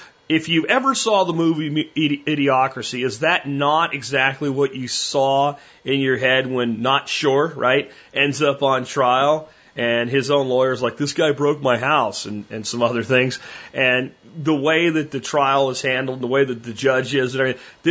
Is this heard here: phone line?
yes